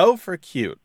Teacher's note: There's a stress on the O, right?